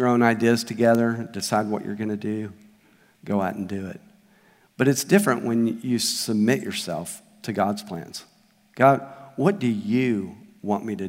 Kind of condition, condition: setting, large echoing room